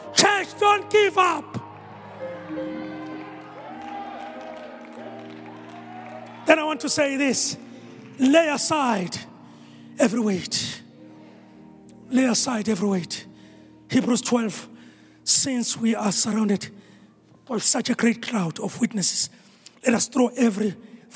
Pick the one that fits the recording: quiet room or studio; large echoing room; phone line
large echoing room